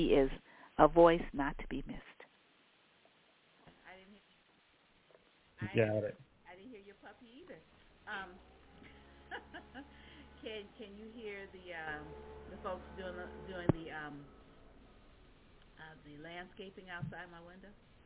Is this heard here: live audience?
no